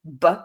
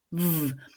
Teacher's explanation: So today we're contrasting two sounds which are both made with the lips, but we're contrasting a plosive, b, where both lips are pressed together to stop and then release the flow of air, with a fricative, v, where the top teeth meet the bottom lip to create friction